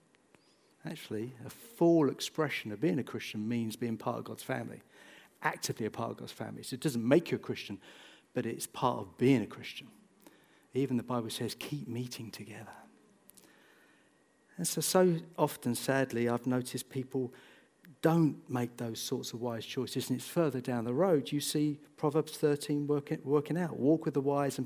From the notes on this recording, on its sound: This sermon was recorded on Sunday 28th January 2024 at our Putnoe venue.